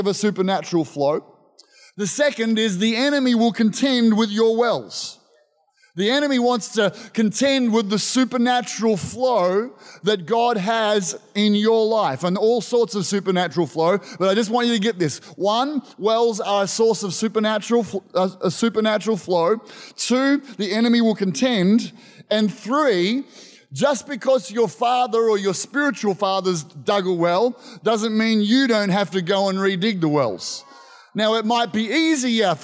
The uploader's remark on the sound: This was recorded in our 9am service on the 22nd of Januray, 2023